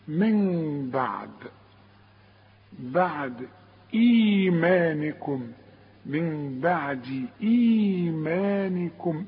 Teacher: مش هقفل شفايفي ولا اقفل شفايفي، لا افتح شوف، ما اقولش من بعد، ما اقولش من بعد واقفل شفايفي، ولا اقول من بعد واظهرها نون. هيبقى افتح شفايفي فتح خفيف انفراج في الشفايف من بعد، واعتمد على الخيشوم عشان تطلع الغنة منه